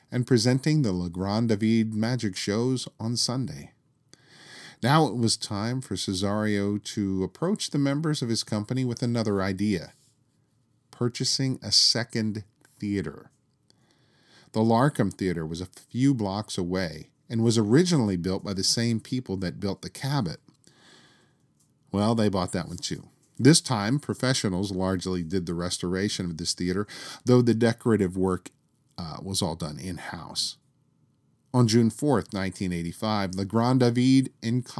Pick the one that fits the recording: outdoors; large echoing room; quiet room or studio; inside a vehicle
quiet room or studio